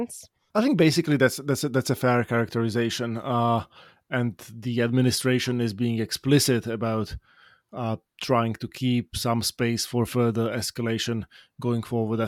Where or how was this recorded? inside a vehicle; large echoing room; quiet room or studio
quiet room or studio